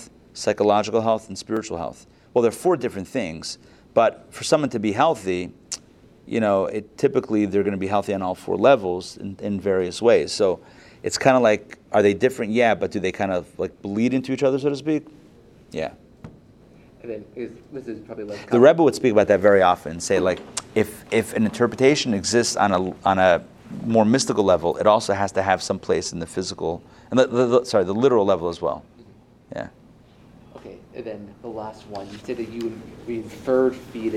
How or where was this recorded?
live audience